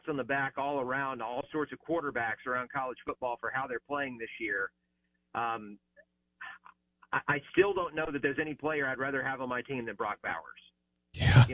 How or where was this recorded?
phone line